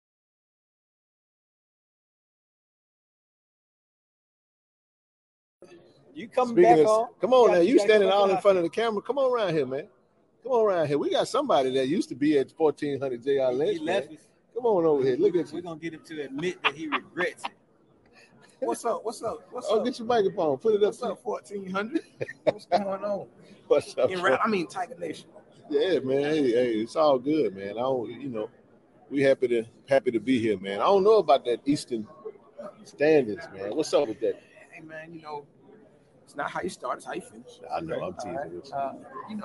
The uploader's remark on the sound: Live Interviews from SWAC Media Day